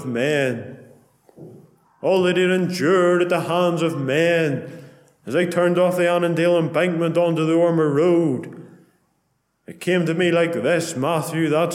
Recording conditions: large echoing room